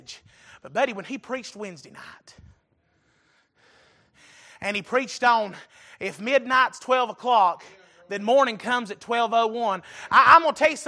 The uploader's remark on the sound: Recorded November 6, 2022 - Sunday Evening Service